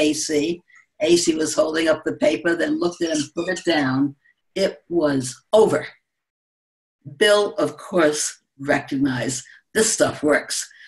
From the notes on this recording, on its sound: It may feel like this podcast starts in the middle of story. Don't worry, that was how the webinar was originally recorded.